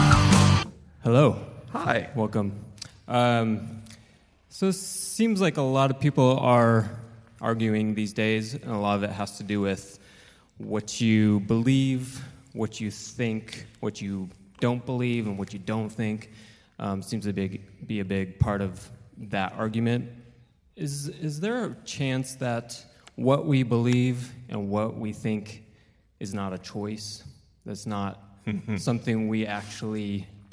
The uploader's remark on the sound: LIVE in Orange, CA. This episode was recorded at Chapman University in Orange, CA. The questions are unscreened and the answers are unrehearsed.